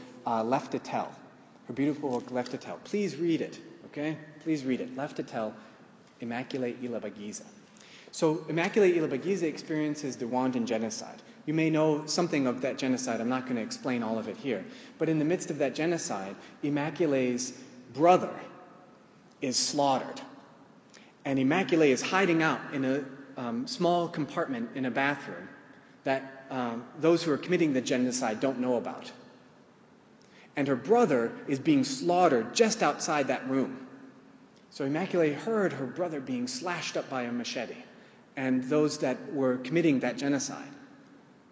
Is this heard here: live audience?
yes